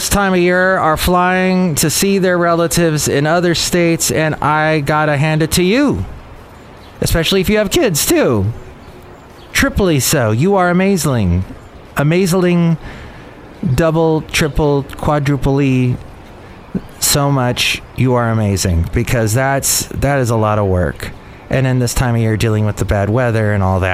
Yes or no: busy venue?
yes